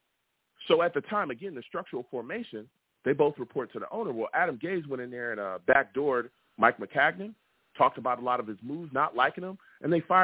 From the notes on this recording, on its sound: I take live callers!